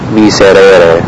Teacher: The only slight departure from that is when the S appears before two vowels, between two vowels, in which case sometimes the S can be slightly weakened into a kind of a Z sound, but never a full Z sound.